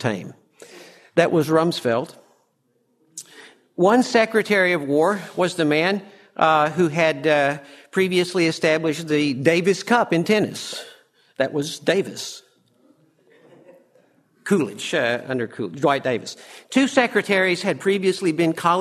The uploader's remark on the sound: From the session on "The Changing and Permanent War Parties," presented at the Austrian Economics Research Conference. At the Ludwig von Mises Institute in Auburn, Alabama.